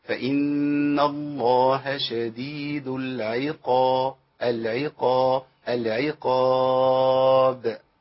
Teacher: والباء تيجي بابتسامه كده مع القلقله بدون تكلف وبدون مبالغه.